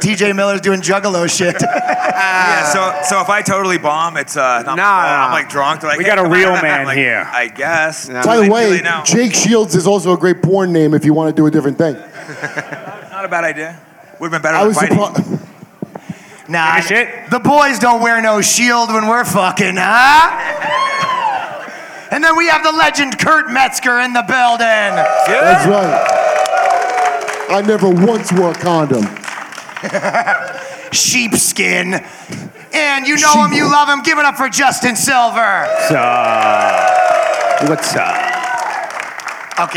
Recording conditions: live audience